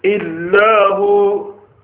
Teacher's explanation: Can you see that Allah, that's lam got tasdeed, but that lam does not belong to the word Allah, hence it will be recited with an empty mouth. Illa hu.